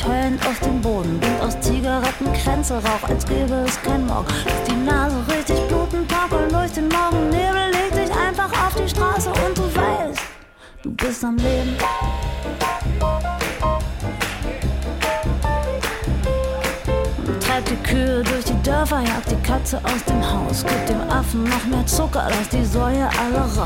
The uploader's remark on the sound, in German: Bei unserem gemeinsamen Gig auf der Electro Swing Revolution ein Back2back-Set. Da wir das Set in einer frühen Phase der Party aufgenommen haben.